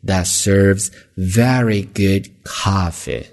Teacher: 那 very good 你可以去强调一下，强调就是拖长读的高一些。 That serves very goodcoffee，所以呢这是前半句啊，我们再看后半句。